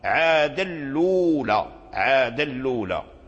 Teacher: نقل حركة الهمزة من كلمة ألولى أي الأولى إلى الساكن أي إلى اللام، وحذف الهمزة · وأدغم التنوين من عاد أدغم في اللام، فصار اللام مشددا محركا بالضم، أي بضمة الهمزة عاد اللولى، عاد اللولى. · Term: النقل، الإدغام